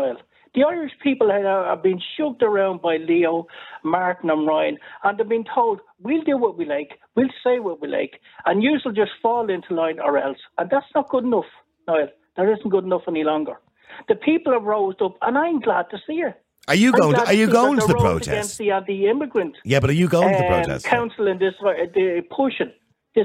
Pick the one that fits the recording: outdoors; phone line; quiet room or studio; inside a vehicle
phone line